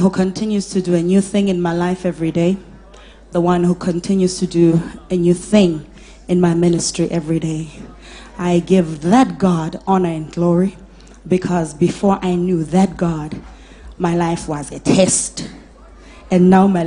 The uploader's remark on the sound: LIVE DIPLOMATIC SERVICE | ECG CHURCH